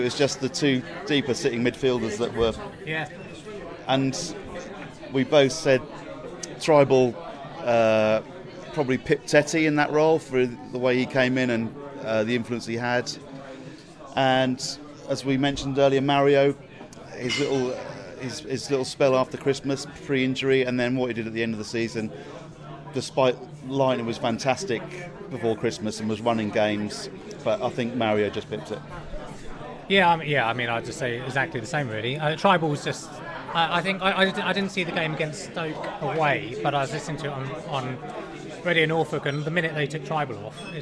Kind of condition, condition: setting, busy venue